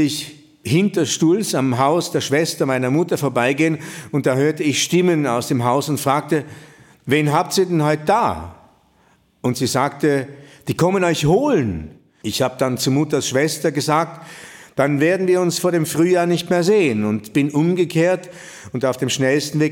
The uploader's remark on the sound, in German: Sie hören den Mitschnitt eines Themenabends von Anfang September in der Villa Schindler in Telfs.